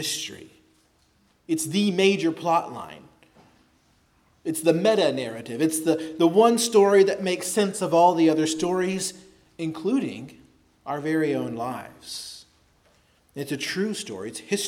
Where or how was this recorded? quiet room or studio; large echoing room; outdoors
large echoing room